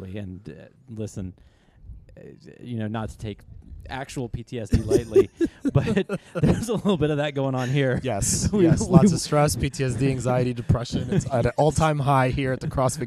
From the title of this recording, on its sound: LIVE from the CrossFit Games